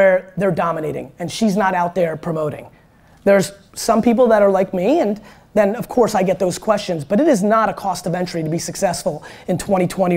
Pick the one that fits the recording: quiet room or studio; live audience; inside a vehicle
live audience